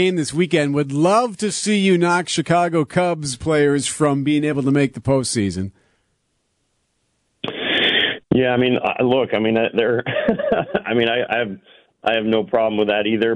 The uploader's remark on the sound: Champagne soaked phone. His phone was screwed up because of all of the champagne from the division clinching celebration!